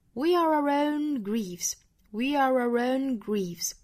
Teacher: 那后面的这个 own 肯定是要做连读的，那前面的这个 are 和 our 其实相对来说可以弱下来了。 · Term: 弱读